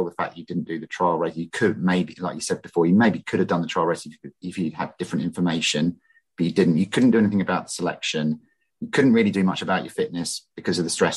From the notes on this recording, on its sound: We have a normal intro and outro where I jog around Epping Forest but the main body of this podcast is a zoom chat. The media aficionados among you may find the continuity link from jogging to zoom to jogging again troublingly rustic.